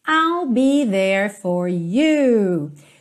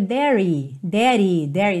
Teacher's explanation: o último E não é pronunciado. Então, there termina ali, ó, com a língua enrolada · Shown in: first take